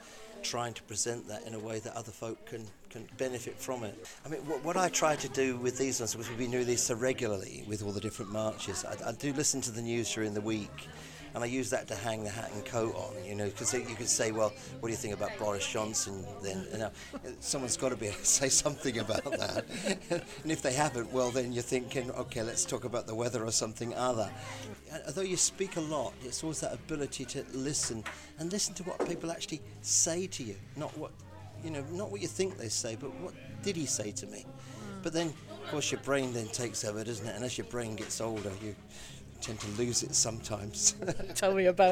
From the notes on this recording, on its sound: Special on location episode recorded at the "Yes in the Community" event. With a selection of interviews from the event.